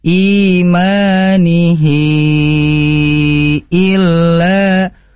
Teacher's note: tempo bacaannya lebih daripada 2 harokat atau 4 sampai 5 harokat · Term: mad silah tawilah